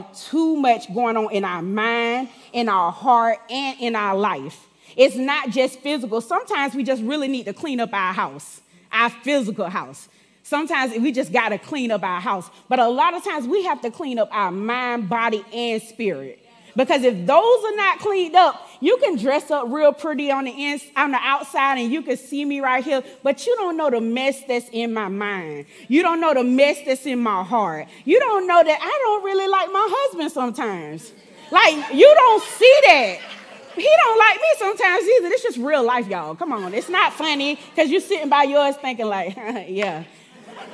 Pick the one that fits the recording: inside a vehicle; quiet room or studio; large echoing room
large echoing room